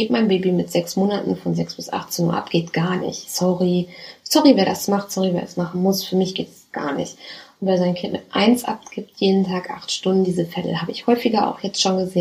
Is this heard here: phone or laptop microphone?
yes